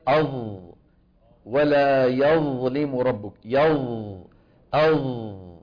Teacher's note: ينحصر الصوت بالحرف المطبق بين اللسان والحنك